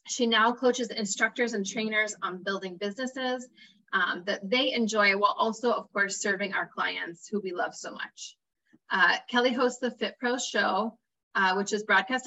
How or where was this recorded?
video call